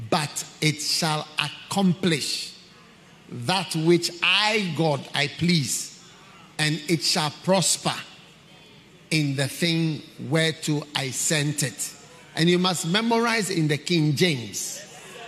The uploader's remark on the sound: Preached at the Qodesh